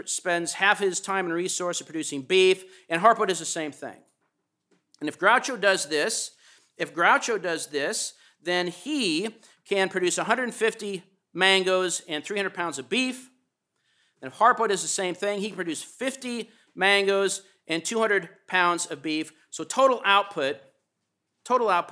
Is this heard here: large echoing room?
yes